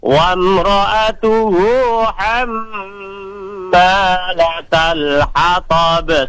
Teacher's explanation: Ham itu ada mim bertasydid, berarti harus ditahan lama.